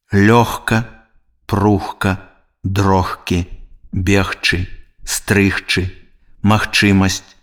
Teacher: Звонкі зычны «г» перад глухімі зычнымі аглушаецца і вымаўляецца як «х».